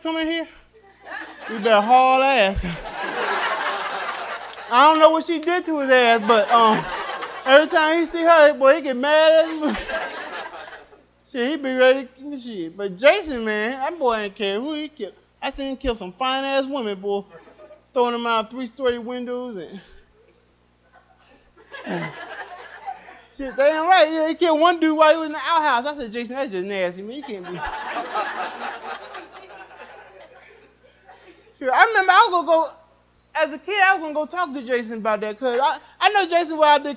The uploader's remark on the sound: Live at The Laff House